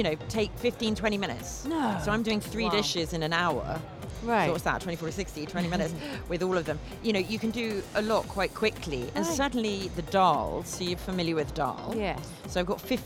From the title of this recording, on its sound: Live from SIBF 2023